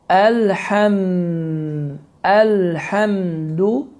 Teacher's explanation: hava axını tamamilə dayanır, ağız boşluğu tamamilə dodaqlarla bağlanır və hava burundan, xayşumdan tələffüz olunur · Term: mim